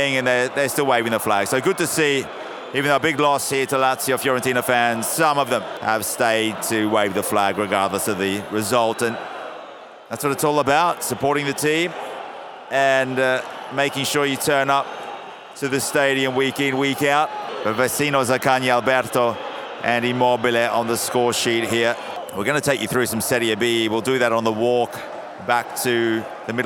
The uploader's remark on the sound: Live from the Artemio Franchi in Florence. Live from Fiorentina's Stadio Artemio Franchi. The ambience pre-match of the Fiorentina Lazio Serie A match on October 10th, 2022.